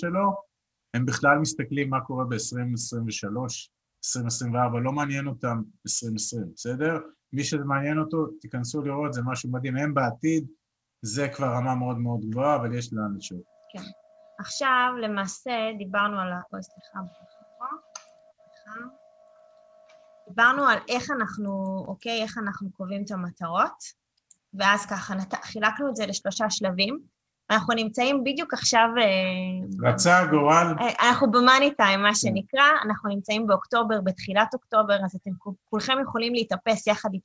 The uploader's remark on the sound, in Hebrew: הוקלט בחי בזום.